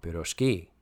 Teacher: The stress in piroshki is properly placed on the last syllable.